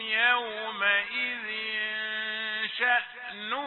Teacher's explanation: تنوين في يومئذ، إخفاء عند الشين وفيه الغنة